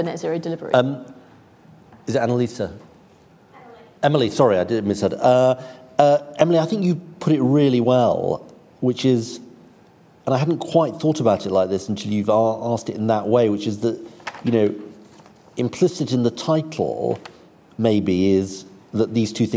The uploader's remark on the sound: IfG Net Zero Conference: Keynote speech